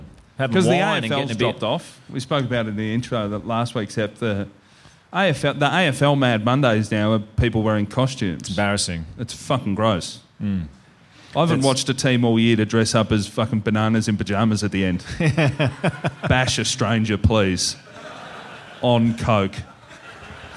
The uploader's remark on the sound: LIVE IN HOBART. The boys are back in the Apple Isle for a ripping live show at Hobart Brewing Co.